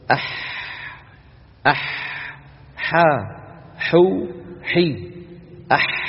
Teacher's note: المخرج لا يتضيق في حرف الحاء كما تضيق في حرف العين · Term: الحاء العربية